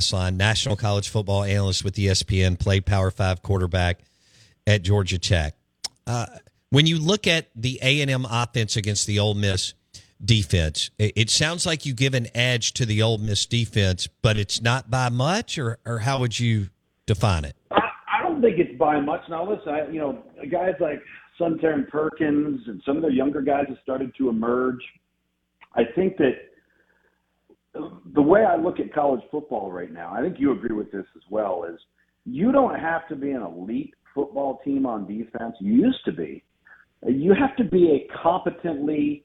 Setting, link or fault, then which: link, phone line